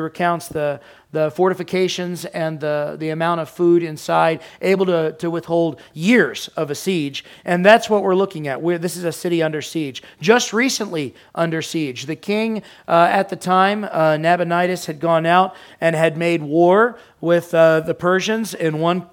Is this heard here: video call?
no